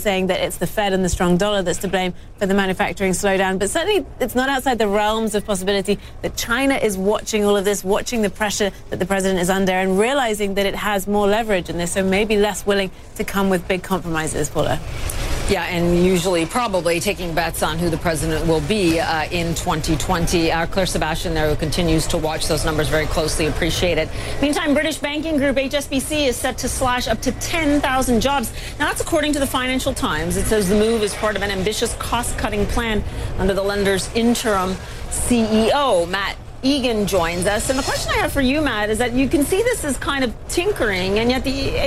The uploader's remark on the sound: live from the New York Stock Exchange